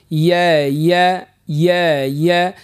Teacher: نقوس اللسان بالباهي باش يمس، يعني وسط اللسان مع وسط الحنك الأعلى · Term: حرف الياء